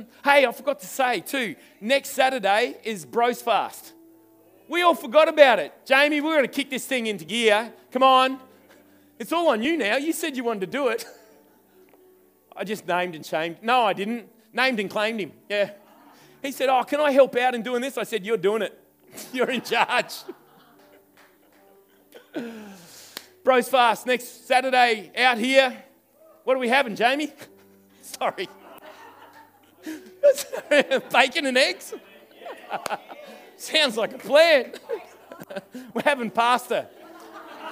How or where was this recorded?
live audience